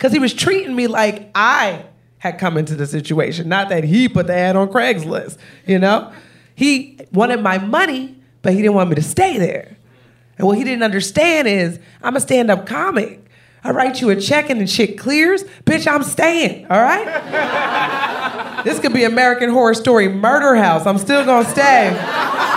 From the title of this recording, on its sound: Live At Caveat!